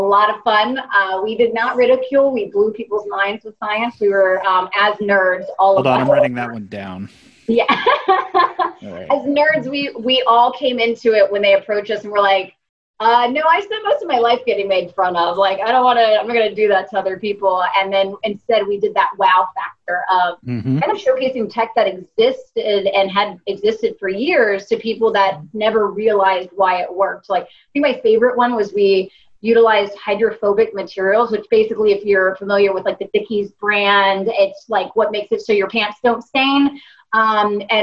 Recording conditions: video call